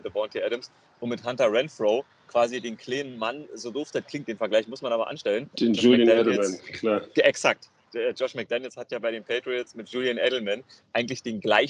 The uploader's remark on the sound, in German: Aufzeichnung im Park in Boston.